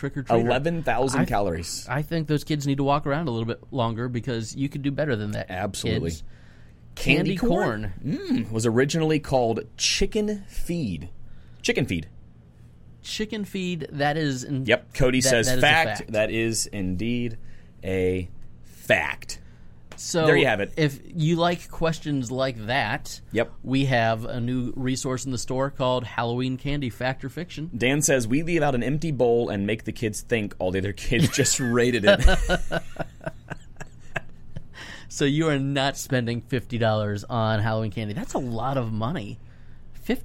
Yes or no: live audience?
no